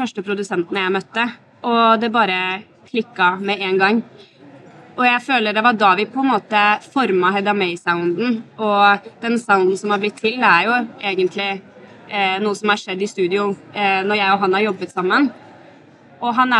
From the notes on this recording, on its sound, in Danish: I vores andet interview på SPOT Festival.